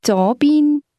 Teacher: To the left，左边 is pronounced with two mid-rising tones